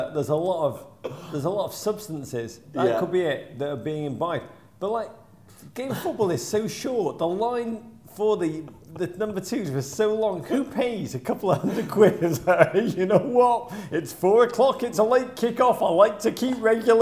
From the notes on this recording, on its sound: Live in Liverpool